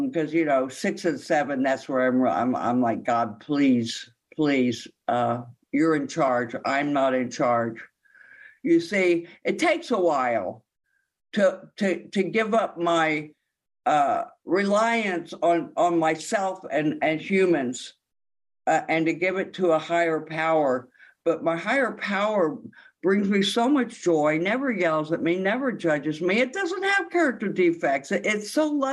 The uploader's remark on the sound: this speak is from the Sunday Sheffield As Bill Sees it zoom meeting from just a few days ago on NYE '23 in the UK.